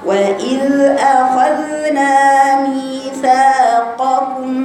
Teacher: بطلع طرف لساني مع طرف أسناني العليا فقط، العليا فقط وليست السفلى، وبلطف شديد وبيسر شديد فيها رخاوة، فبقرأها وإذ أخذنا ميثاقكم، خلي بالك من القاف، ميثاقكم، وإذ · Term: الذال الساكنة